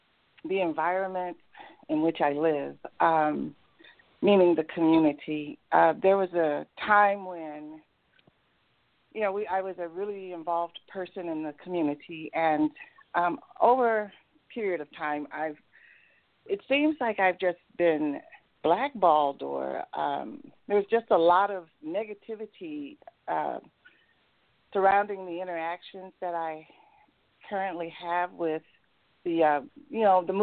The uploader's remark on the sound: in response to callers' questions